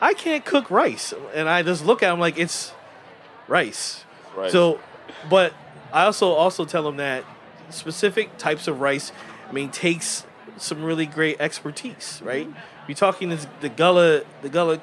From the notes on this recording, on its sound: At Charleston Wine + Food 2022. At a family-style dinner during the Charleston Wine + Food Festival, chefs came together to create a meal.